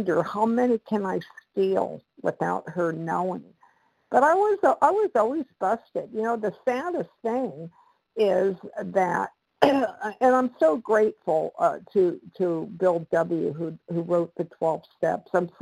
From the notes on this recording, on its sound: The 100 Pounders Phone Meeting.